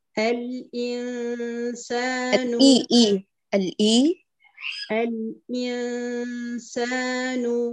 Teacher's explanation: هاتي الغنة من الخيشوم، غنة الإخفاء. الإنسان الإي إي الإي الإنسان، لا نقول الإي ال بقطع صوت اللام، اللام المظهرة قمريا هنا أعطيها جريان جزئي للصوت بينيتها.